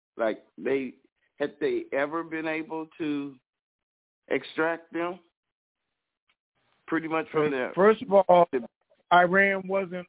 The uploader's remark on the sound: TNTSuperfantastic Conference Call